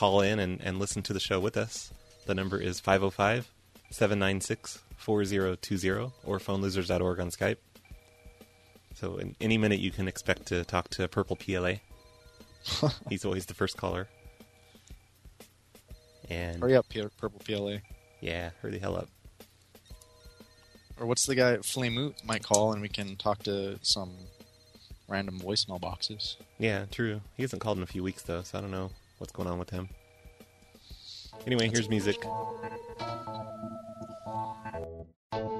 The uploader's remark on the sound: Prank Phone Calls